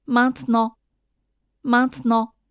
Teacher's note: maintenant 之间的这个 t 比较地微弱，甚至有时候听不太出来 · IPA: [mɛ̃t(ə)nɑ̃]